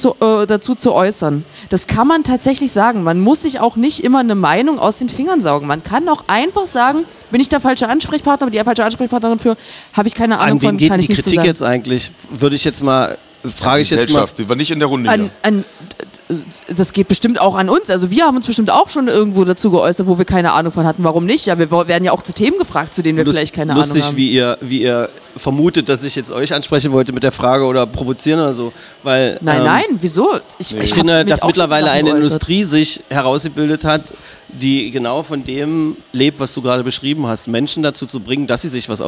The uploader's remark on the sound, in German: Im MAGDEpodcast Spezial - live vom Advent im Ravelin.